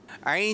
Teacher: عین جو ہے حلق کے بیچ والے حصے سے ادا ہوگا